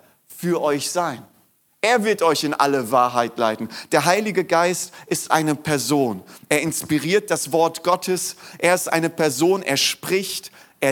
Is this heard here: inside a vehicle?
no